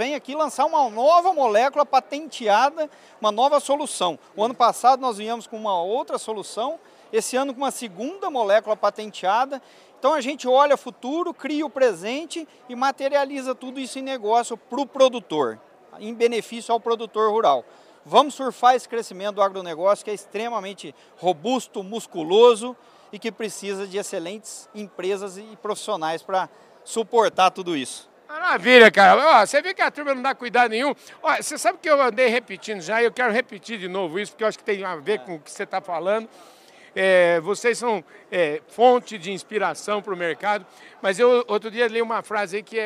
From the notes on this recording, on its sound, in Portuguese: Prosa na prateleira de cima gravada durante o Congresso Nacional Andav.